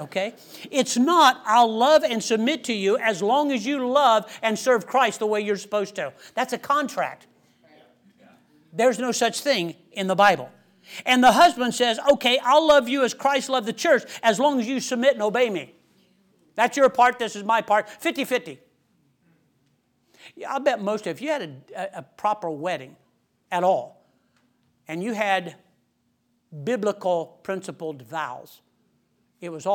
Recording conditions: large echoing room